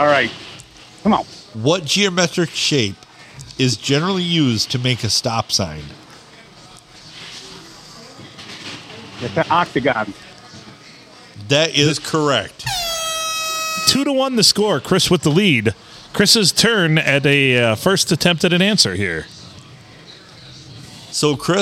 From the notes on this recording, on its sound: We record on a Sunday night at the Stumble Inn.